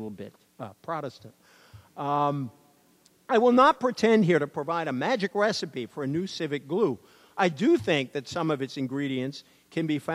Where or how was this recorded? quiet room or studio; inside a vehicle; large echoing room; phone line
large echoing room